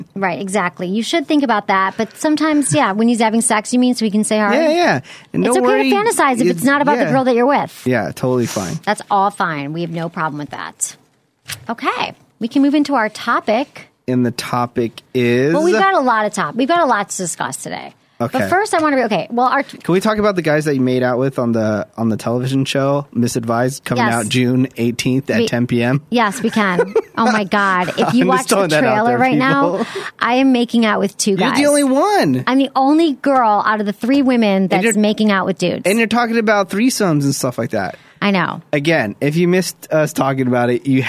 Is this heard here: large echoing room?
no